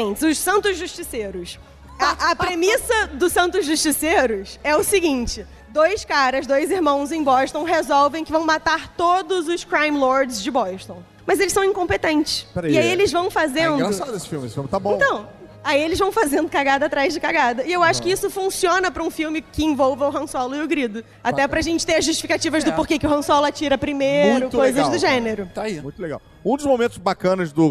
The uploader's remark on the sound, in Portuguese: Star Wars Day Ao Vivo. No palco do evento. Se você esteve conosco lá no teatro, não deixe de ouvir este episódio também porque ele tem conteúdo complementar que foi gravado fora do palco.